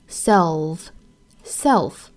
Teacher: 舌侧音舌尖顶上齿音的 self self 不要读成了 self 是 self believe in himself self 好下面我们来看词汇方面那这句话呢也非常的简单之前呢我们讲过 believe 和 believe in 的区别我们可以泛泛的理解成 believe